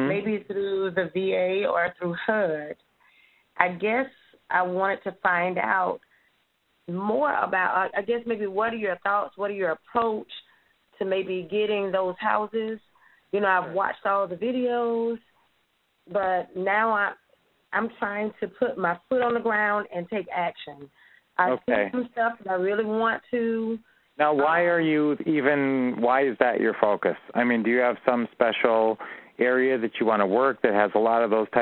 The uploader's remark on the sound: Q&A Call 2016-03-14